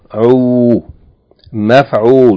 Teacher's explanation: This is a noun on the pattern of maf'ul, meaning the first radical, the fa, is takes sukun preceded by meem with fatha, maf. The second radical takes dhamma elongated by waw, uu, maf'ul.